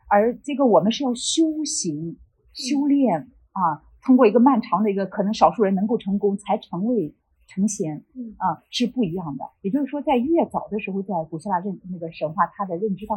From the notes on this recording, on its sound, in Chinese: 由于现场环境影响，本次录音音质会有所下降，请大家见谅。